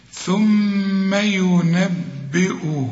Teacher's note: عند الوقف اقفل شفايفك على الميم، الميم دي لو تبصلها هتلاقيها بدون تشكيل، أيوة، شوف لا ضمة ولا فتحة ولا كسرة، بيجي بعدها به، بيحصل للميم إخفاء، نخفي الميم دي هي.